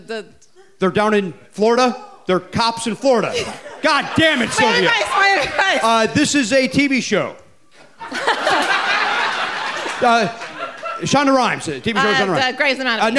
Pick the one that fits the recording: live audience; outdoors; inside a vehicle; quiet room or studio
live audience